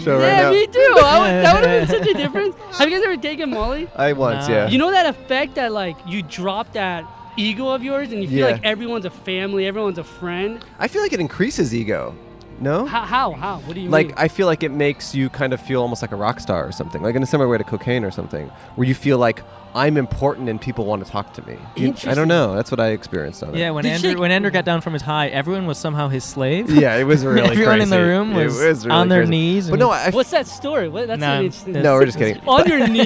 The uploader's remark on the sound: Recorded at The Thursday Club in La Cañada Flintridge.